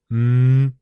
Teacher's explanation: 像标准的鼻辅音，比如说摸啊，这个摸单独发 M 这个音，不是读摸，而是读嗯。